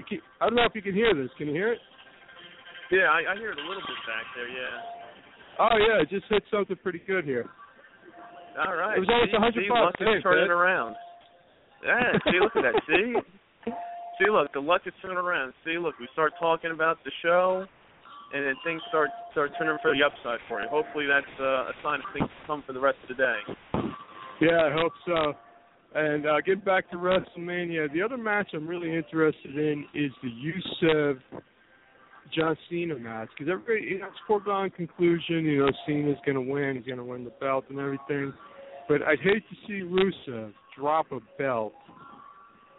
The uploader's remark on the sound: Calling in LIVE from the beautiful and luxurious Atlantic City, New Jersey! The phone lines will be open.